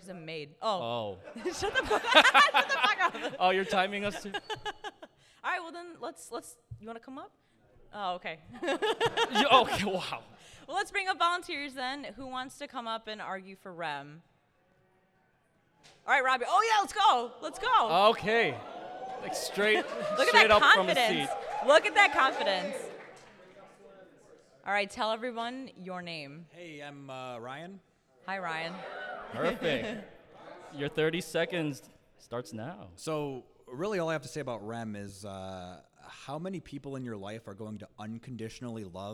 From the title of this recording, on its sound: Live Panel at Anime Central 2022